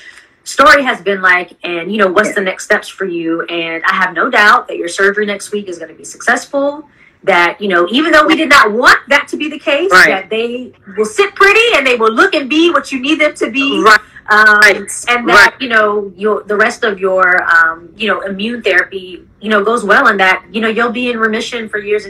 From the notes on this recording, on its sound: Listen to our Instagram Live Interview